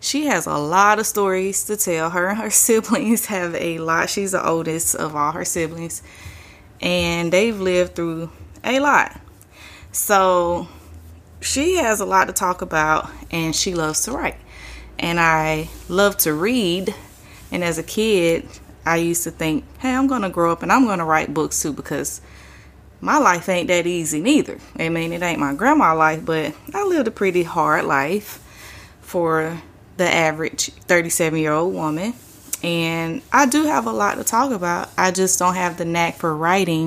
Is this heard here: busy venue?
no